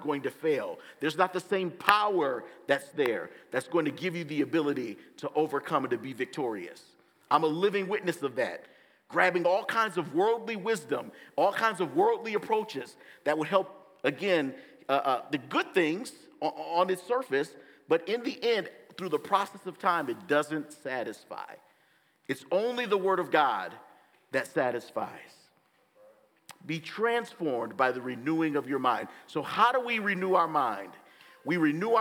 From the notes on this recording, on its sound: gives the message at Bethesda Church on April 30, 2023!